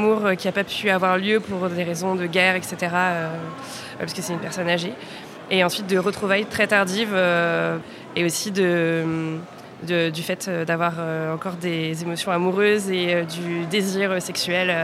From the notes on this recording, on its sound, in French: Longueur d'ondes 2024. Rendez-vous des passionnés de la radio et du son, ce festival fêtait cette année son vingtième anniversaire. En arpentant les couloirs du Quartz, la scène nationale qui accueille cet événement célébrant le son sous toutes ses formes.